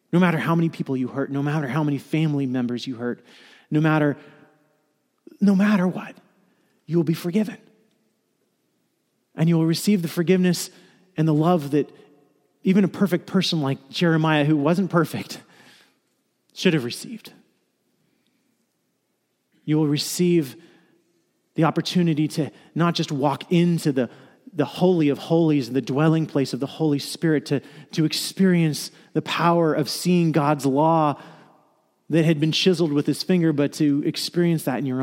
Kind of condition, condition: setting, large echoing room